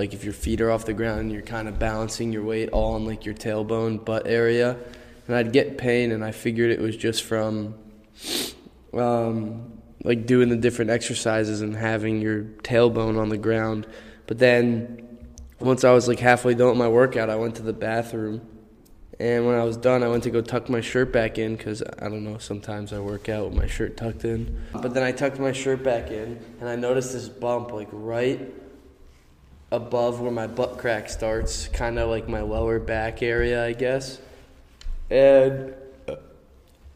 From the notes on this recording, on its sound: The room this was recorded in was not soundproof and had high ceiling